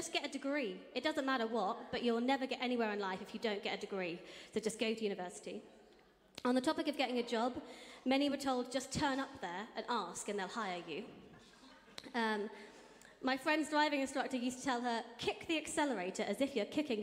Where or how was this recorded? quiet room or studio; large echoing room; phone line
large echoing room